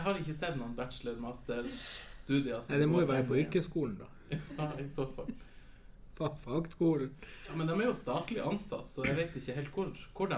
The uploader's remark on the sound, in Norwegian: Episoden er fylt med dårlig lyd, ekko og masse god stemning